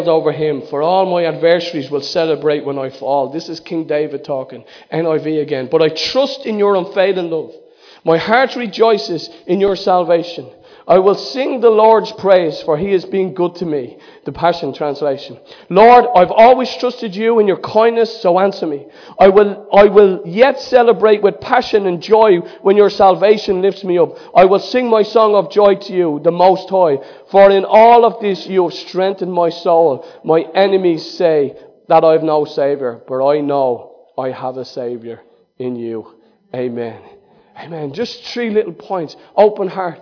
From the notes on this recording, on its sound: Recorded live in Liberty Church in 2019